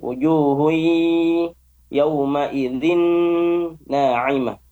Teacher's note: Jadi idgham bi gunnah. Wujuhun, tahan ke hidung.